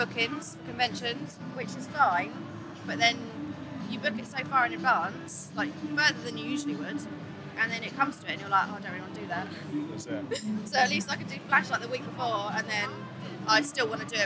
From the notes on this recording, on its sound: This week's special episode was recorded live from the Big London Tattoo Show at the ExCel.